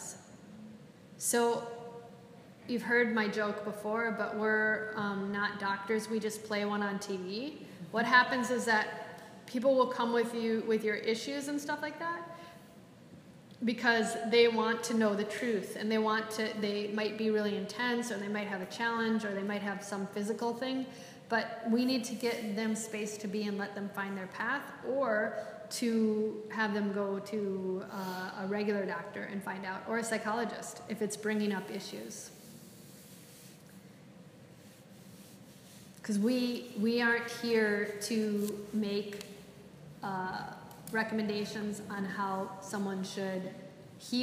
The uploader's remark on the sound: This is a live excerpt of a recording during a yoga enrichment teacher training lecture for a group of yogis studying to be teachers.